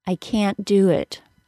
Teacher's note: Notice how difficult it is to hear the T sound of the word can't. I stop the air with my tongue as I normally would for a T sound, and I release it as the D sound of the word do.